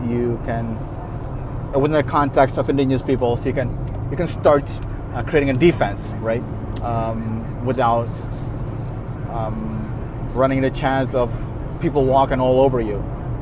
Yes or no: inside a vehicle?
yes